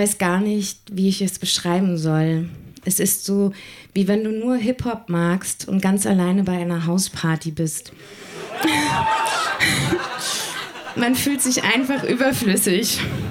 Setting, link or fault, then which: setting, live audience